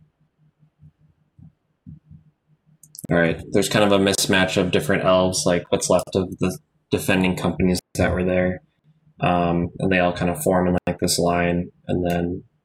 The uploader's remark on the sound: Unfortunately, I lost the audio for the very end of the episode - sorry!